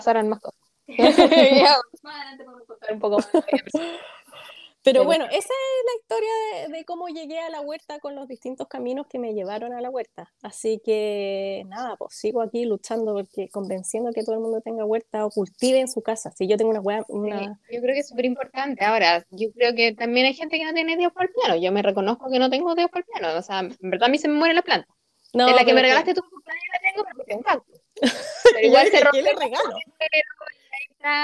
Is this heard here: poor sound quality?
yes